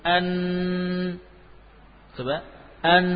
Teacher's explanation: Bedanya lagi untuk nun, suara juga sebagian melewati apa? Melewati hidung. An, coba. An, pasti ada yang lewat. · Term: gunnah